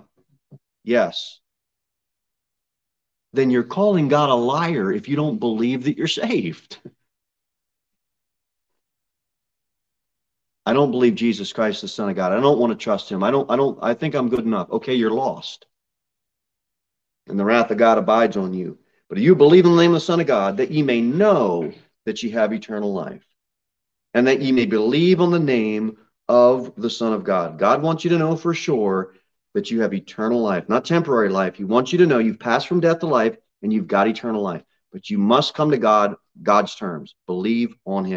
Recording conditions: large echoing room